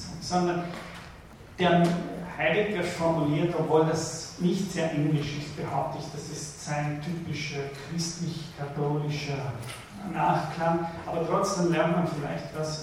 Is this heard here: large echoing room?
yes